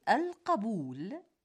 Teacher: لكن فتح القاف أي القبول هو الأصوب